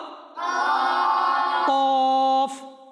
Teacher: এই হরফটি কোন স্থান থেকে উচ্চারণ হয়? জিহ্বার গোড়ার তালুর নরম অংশ থেকে উচ্চারিত